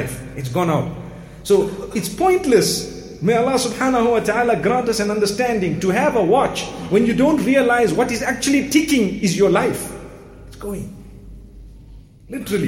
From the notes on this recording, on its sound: Jumuah Lecture from Masjid Al Falaah in Harare, Zimbabwe